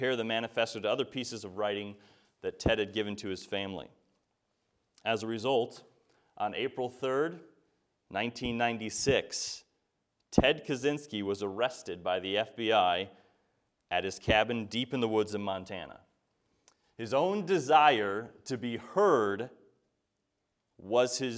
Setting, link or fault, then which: setting, large echoing room